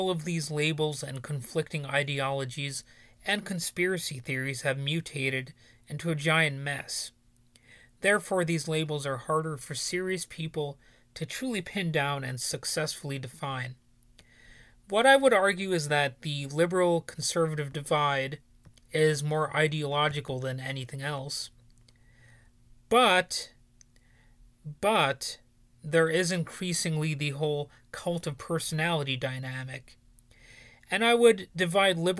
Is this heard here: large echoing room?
no